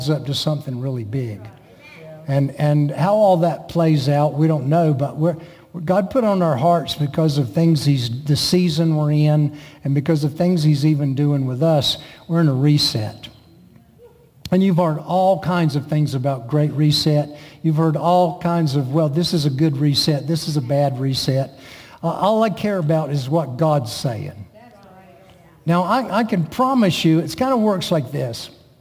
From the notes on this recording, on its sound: Recorded at The Gathering Church in Moravian Falls, NC.